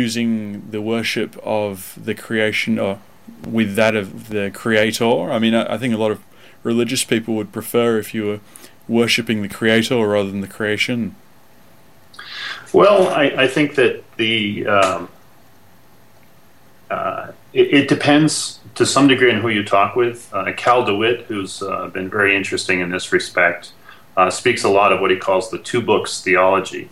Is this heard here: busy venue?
no